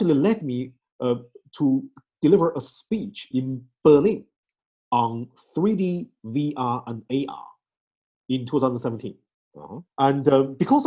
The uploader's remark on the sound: Call Recording: Zoom. Podcasting: Anchor. Recording: Logic Pro X.